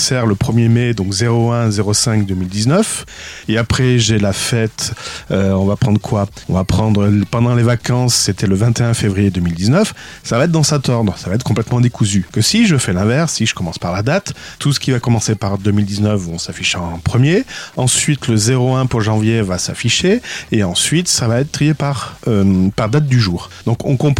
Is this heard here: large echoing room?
no